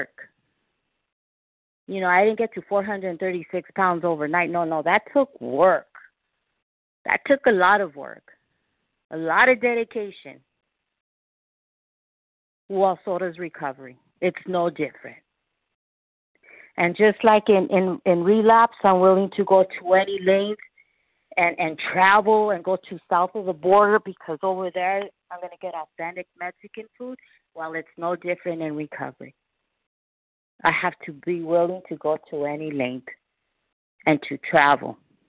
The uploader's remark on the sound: 100 Pounders Phone Meeting